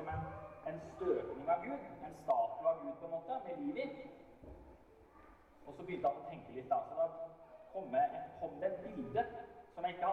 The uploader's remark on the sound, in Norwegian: Vi beklager dårlig lydkvalitet i dette opptaket.